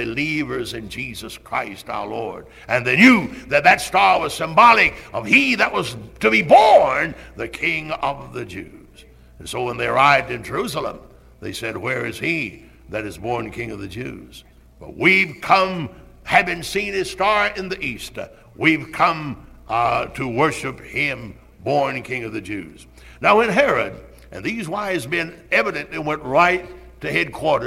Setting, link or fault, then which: setting, large echoing room